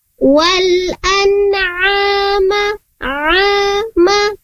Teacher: Dengan harokatnya fathah, kasrah atau dhamma, sukun sekalian pun tetap makhrajnya atau tempat keluarnya tetap di wasatul halq, tengah-tengah tenggorokan · Term: ain